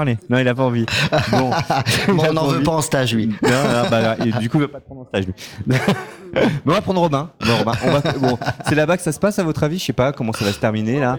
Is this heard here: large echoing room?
no